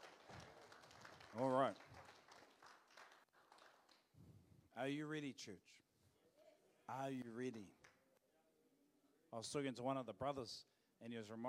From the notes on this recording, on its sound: Live From IwiTapu Destiny Church Hawkes Bay.